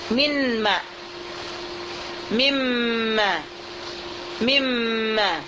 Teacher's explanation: Jadi kita pindahkan makhraj nun ini dahulu ke makhraj mim, kemudian baru kita baca. · Term: Mim musyaddad